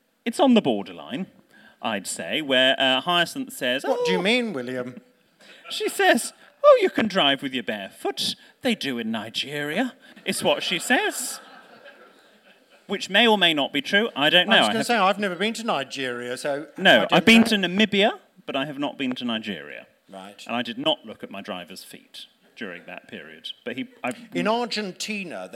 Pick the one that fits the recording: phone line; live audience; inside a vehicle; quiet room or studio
live audience